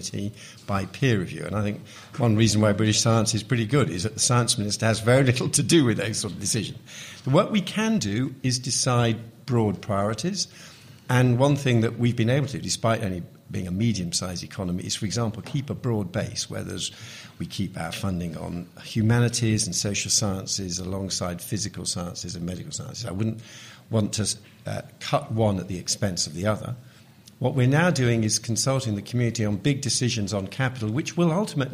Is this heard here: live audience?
yes